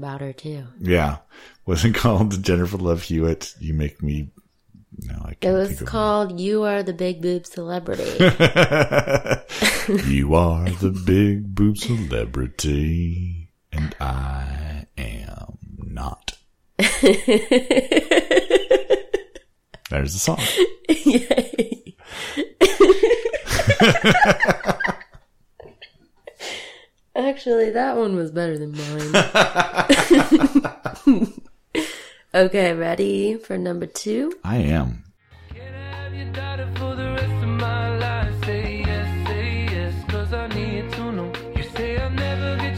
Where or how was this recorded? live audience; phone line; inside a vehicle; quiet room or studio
quiet room or studio